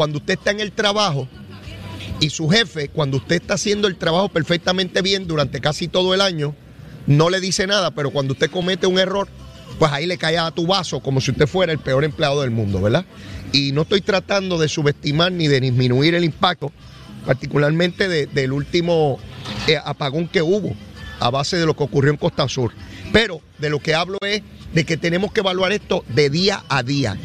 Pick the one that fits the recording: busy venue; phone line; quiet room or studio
busy venue